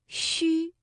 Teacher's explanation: 舌面前部要隆起，接近硬腭，这个嘴唇呢要搓成圆形，略微的向前突出，气流从舌面和硬腭之间轻轻送出，声带震动